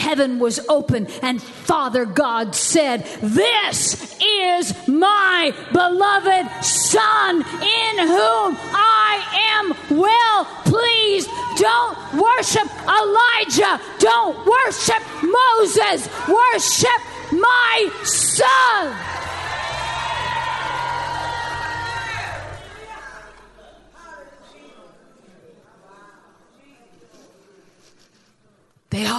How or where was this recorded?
large echoing room